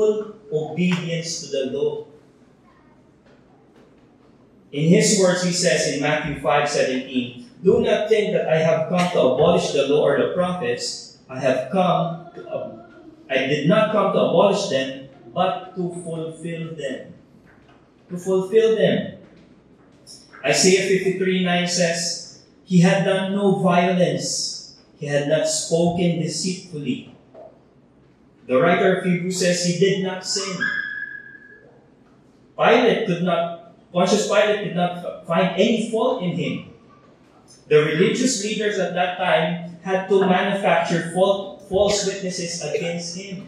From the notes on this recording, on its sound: Technical issues have affected audio quality.